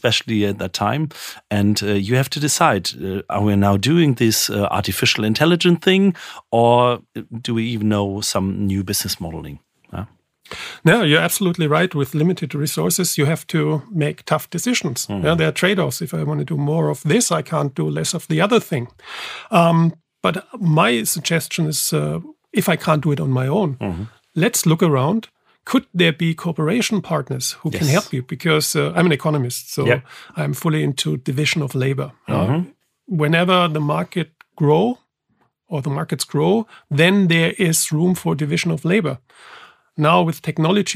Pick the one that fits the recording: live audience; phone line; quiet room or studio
quiet room or studio